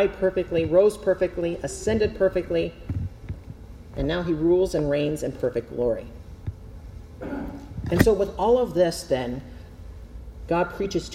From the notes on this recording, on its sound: Preached at Zion Lutheran Church in Winter Garden, FL